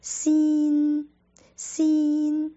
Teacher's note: 先也是一个有前鼻音的发音